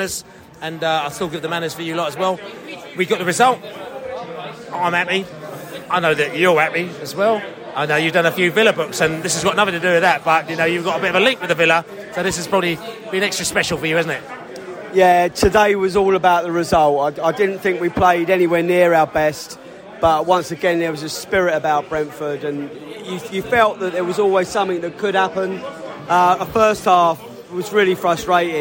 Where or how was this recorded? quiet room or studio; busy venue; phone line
busy venue